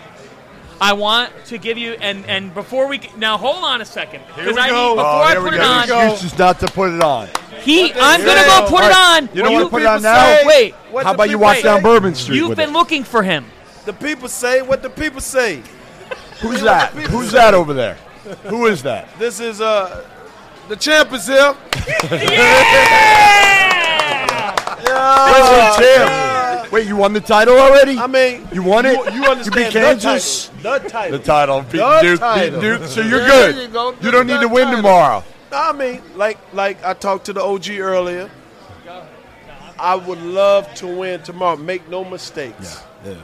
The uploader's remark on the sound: LIVE at the Final Four